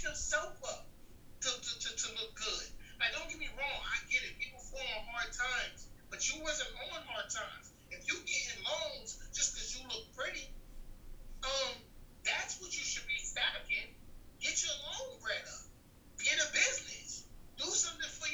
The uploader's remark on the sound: This was my very first episode with a guest & my first episode using Zoom!!